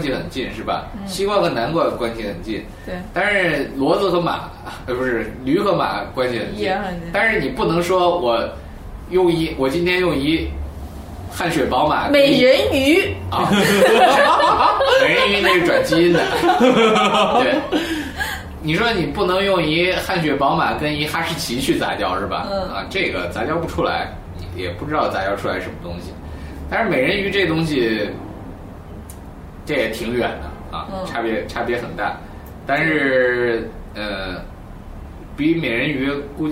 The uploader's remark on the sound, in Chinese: 本期节目为在张大妈办公区用录音笔录制，可能有街道上的杂音，请见谅。